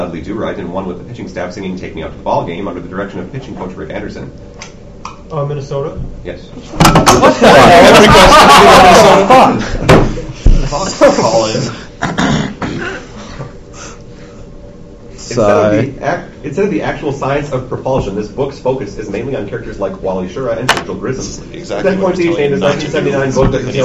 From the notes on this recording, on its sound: Rob Pilatus Trash Tournament 2008 (Trash) - Recording 2